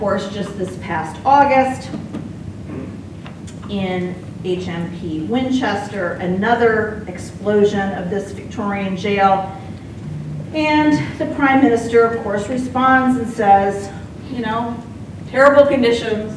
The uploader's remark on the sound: Apologies for the quasi-'field recording' style of the audio here.